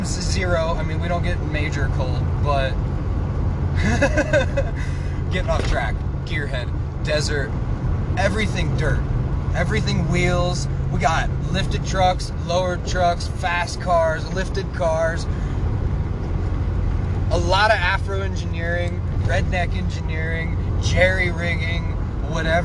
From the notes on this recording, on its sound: Sorry about any dead air time. Glad the in vehicle noise isn't so bad.